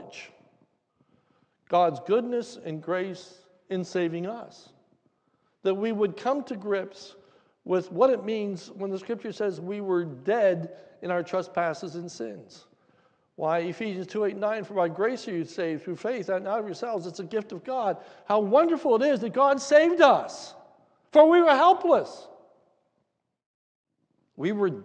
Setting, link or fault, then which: setting, large echoing room